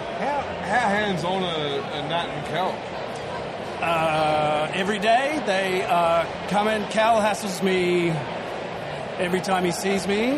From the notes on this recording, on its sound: It's the second episode we recorded at the 2023 Williamstown Beer & Cider Festival. It's a live recording so there's a bit of background noise.